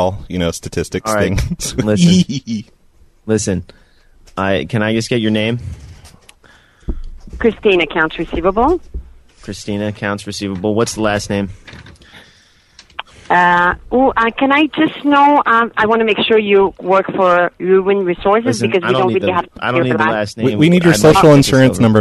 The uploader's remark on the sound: …'s Personal Prank Phone Calls Collection.